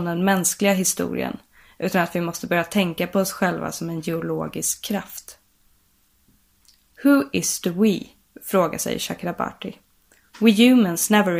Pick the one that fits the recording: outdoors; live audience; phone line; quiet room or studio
quiet room or studio